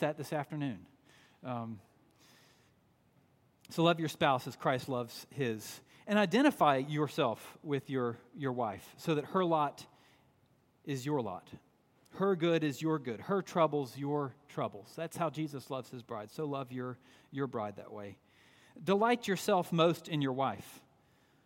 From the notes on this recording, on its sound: At Redeemer Presbyterian Church in Charleston, SC, on Sunday, June 23.